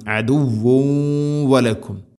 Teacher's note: തൻവീനിനെ വ എന്ന അക്ഷരത്തിലേക്ക് ഇദ്ഗാം ചെയ്ത് കൂട്ടിലേപ്പിച്ച് മണിച്ചുകൊണ്ട് ഉച്ചരിക്കണം.